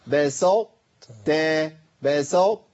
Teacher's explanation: انا كده لساني في مكان واحد، ما اقولش بسطت كده انتقل من الطاء للتاء. انا عايزه تاءين بس التاء الاولى مفخمه · Term: ادغام ناقص